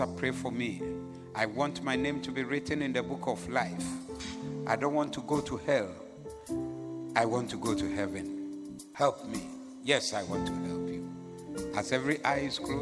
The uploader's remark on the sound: Preached at the Zeloo Service